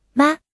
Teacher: 声音高而平，像一条水平线，从开始到结束，音高保持不变 · Term: 第一声